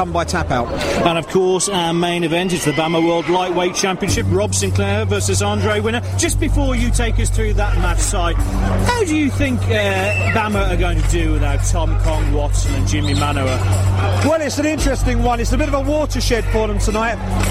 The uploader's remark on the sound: live event reaction from cageside at London's iconic Wembley Arena